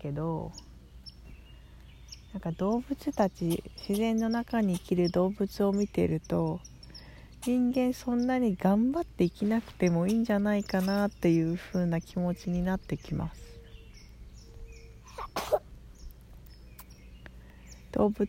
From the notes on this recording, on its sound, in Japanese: 今回は以前にボイスメモで撮り貯めて置いた「家族一緒に同時瞑想」を行った時に。リラックスできる自然の音を背景に、収録しました。